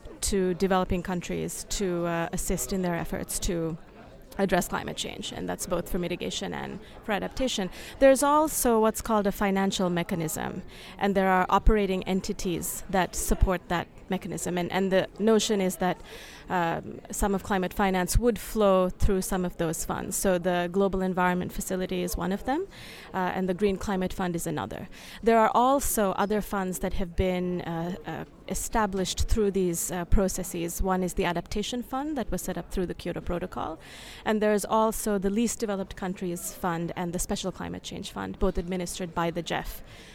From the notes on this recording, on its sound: We record live from COP 23 in Bonn, Germany where the other 195 countries have gathered to figure out how to save the world.